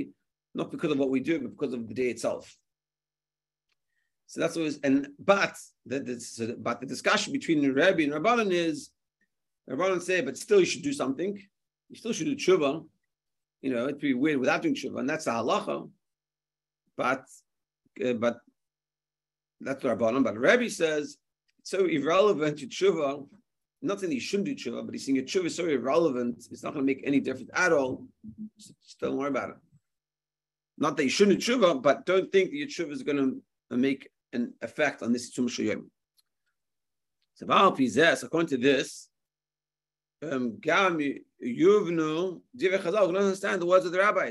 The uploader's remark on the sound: Zoom Shiur